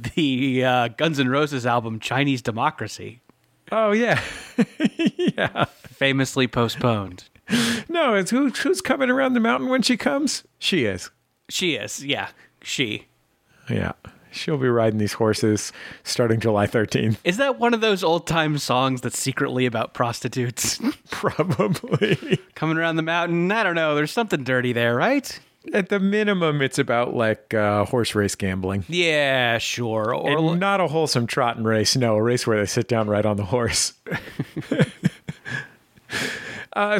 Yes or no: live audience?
no